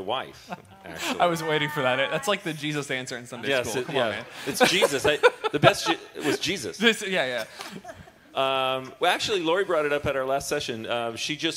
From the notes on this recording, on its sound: This is the Christian marriage conference Q & A (questions and answers) from the 2nd annual Northwest Marriage Conference